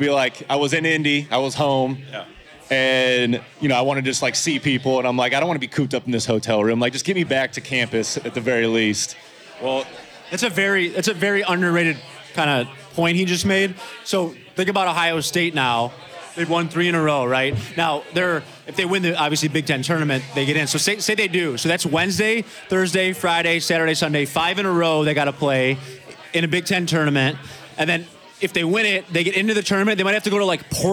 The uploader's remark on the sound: LIVE FROM OVER UNDER